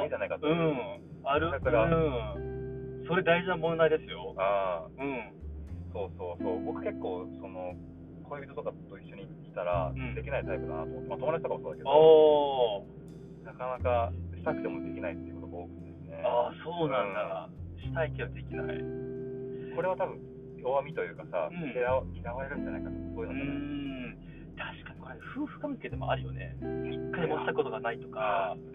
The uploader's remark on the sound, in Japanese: 熊本車中収録シリーズ最終回